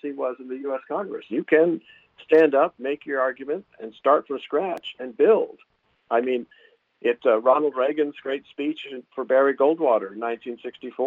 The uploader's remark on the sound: We'll take some phone calls